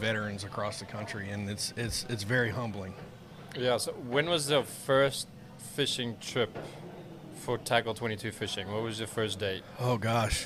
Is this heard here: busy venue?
yes